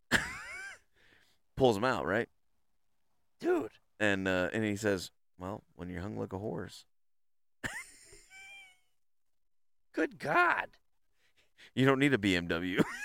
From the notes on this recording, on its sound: Tune in as we enjoy the great outdoors sitting around the fire enjoying great company sharing laughs and delicious beverages. Quite the feat recording out in the sticks but we did it!